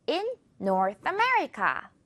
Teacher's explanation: America 부분이 조금이라도 더 강하게 들리도록